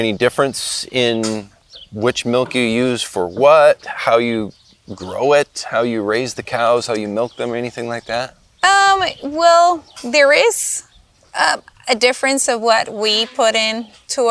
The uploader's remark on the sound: We visit the farm and learn how she raises cows, producing milk to make artisanal cheeses at Golden Glen Creamery, just a stone's throw from shores of Puget Sound.